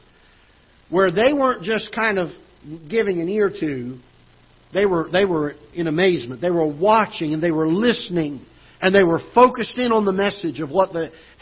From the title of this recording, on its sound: Ketha Heights Baptist Church ~ Live Broadcast